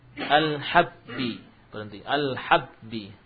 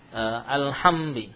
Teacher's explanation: Ba juga demikian bersifat apa, syiddah. Al habbi, berhenti al habbi, bukan al hambi, ya, ada suara yang berjalan masuk ke hidung · Shown in: first take